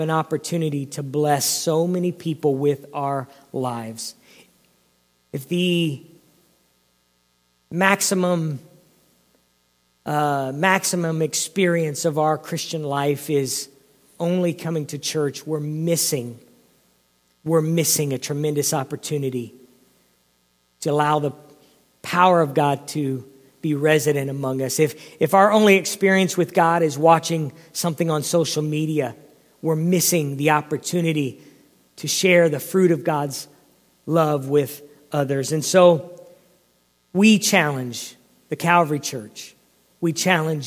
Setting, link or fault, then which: setting, large echoing room